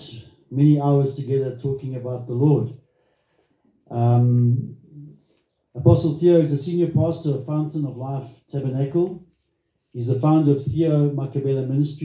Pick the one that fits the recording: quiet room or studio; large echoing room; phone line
large echoing room